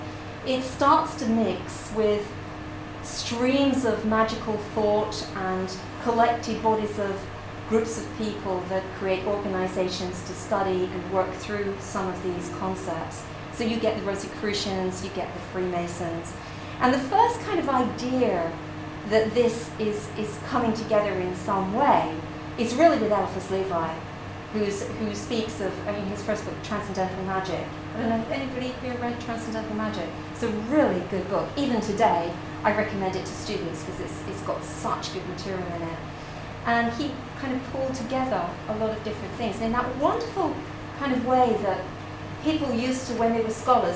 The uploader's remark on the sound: This is an excerpt of a recording of a talk “Tarot and the Western Mystery Tradition” at the Faversham Speakers Moot. At The Limes Pub in Faversham.